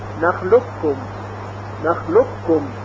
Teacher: بعضی نظرشون این هست که ادغام در نخلوب کم ناقص هست به همین صورتی گفته شد، و برخی هم قائل به این هستند که ادغام اون کامل هست، یعنی قاف براحتی در کاف ادغام میشه و هیچ اثری از استعلاء حرف قاف باقی نمیمانه · Term: ادغام کامل